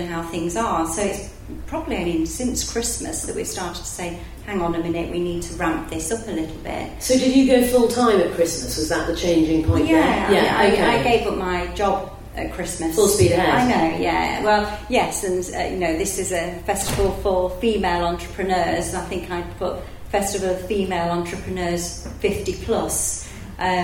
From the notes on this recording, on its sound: A very special session this week as it was recorded live on stage at Enterprise Nation's Festival of Female Entrepreneurs last month.